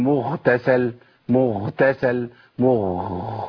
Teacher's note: ما بقتش غين خلاص، بقت خاء على طول